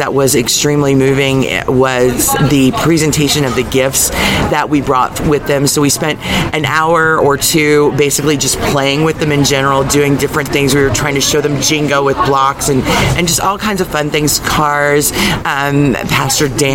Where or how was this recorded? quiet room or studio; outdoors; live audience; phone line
outdoors